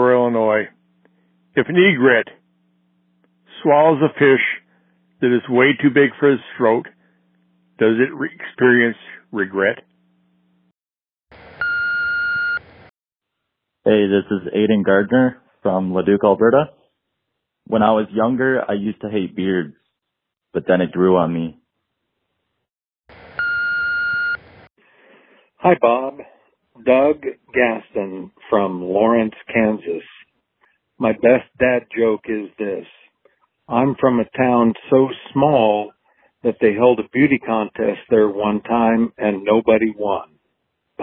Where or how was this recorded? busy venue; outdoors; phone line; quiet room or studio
phone line